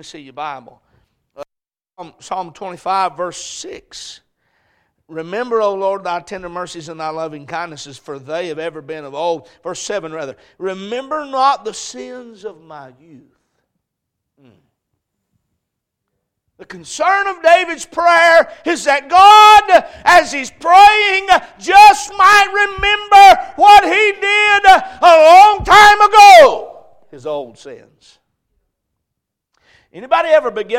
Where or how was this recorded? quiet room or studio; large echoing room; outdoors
large echoing room